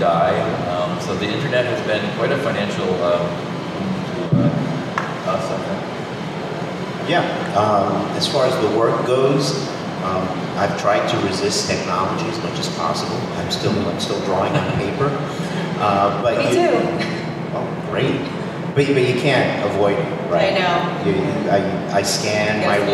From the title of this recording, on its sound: London Comic Con 2018 Panel